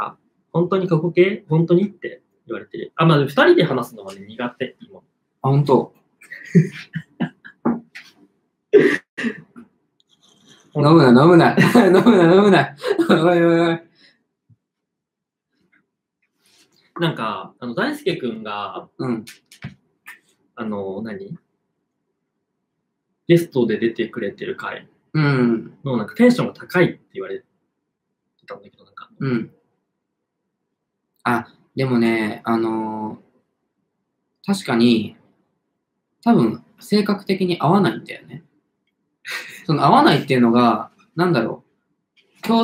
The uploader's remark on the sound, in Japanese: 生配信にて公開収録したものです。配信環境の影響で音飛びがあります。初公開収録です。